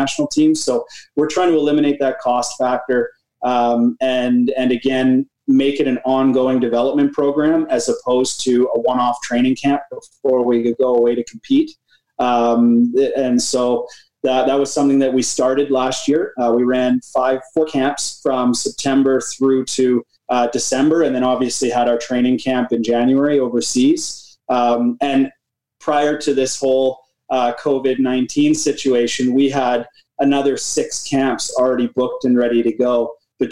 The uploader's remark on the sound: Zoom Chats